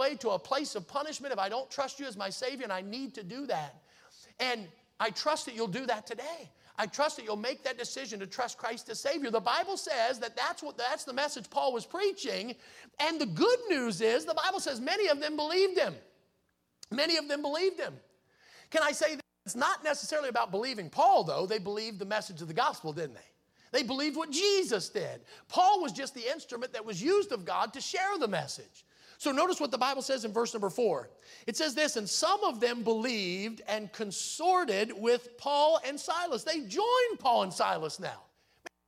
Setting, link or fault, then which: setting, large echoing room